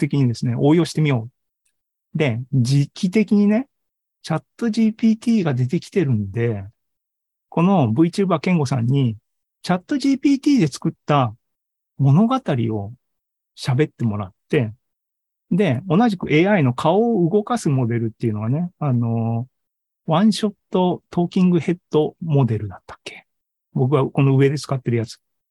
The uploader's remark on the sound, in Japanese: ZOOMライブの模様です。